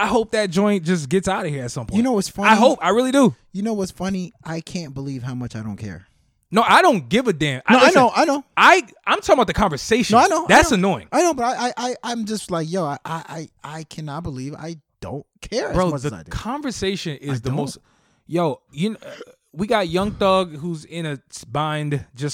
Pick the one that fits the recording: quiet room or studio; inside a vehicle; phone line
quiet room or studio